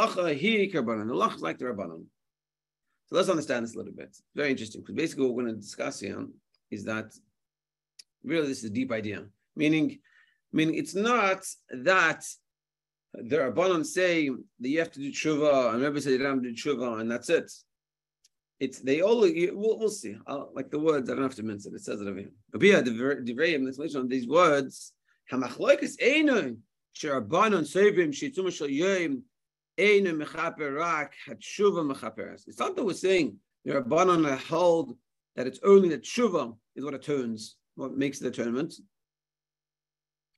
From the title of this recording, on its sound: Zoom Shiur